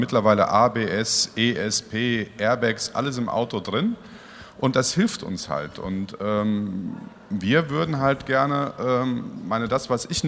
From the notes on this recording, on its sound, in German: Podiumsdiskussion auf der AERO 2019 zwischen Fluglotsen, Vertretern der Airline-Piloten und Vertretern der Allgemeinen Luftfahrt.